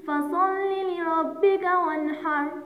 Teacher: أتى حرف الحاء بعد النون الساكنة، إذن سننطق النون الساكنة ظاهرة، هذا ما يسمى بالإظهار.